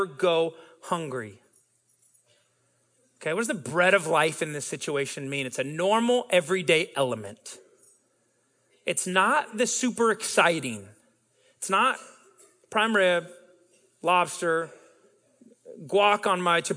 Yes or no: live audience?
yes